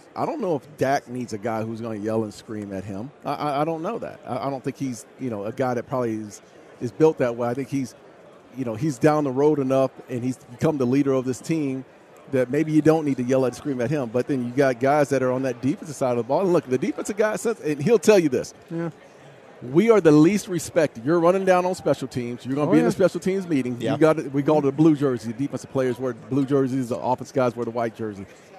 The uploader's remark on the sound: live from Super Bowl Radio Row